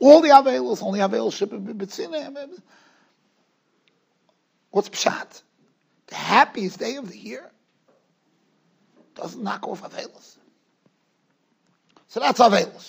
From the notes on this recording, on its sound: Shiur recorded in Yeshivas Ohr Reuven, Monsey, NY.